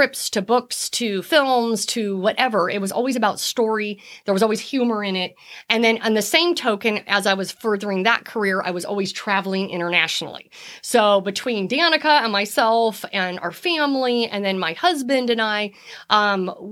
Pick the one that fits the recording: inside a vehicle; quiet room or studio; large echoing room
quiet room or studio